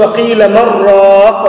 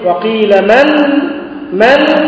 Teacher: وتسكت سكتة بمقدار حركتين بدون تنفس · Shown in: second take